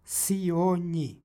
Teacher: Prisvojnih prideva dolazi do umekšavanja krajnjeg suglasnika osnove i ovde imamo, dakle, nj izgovor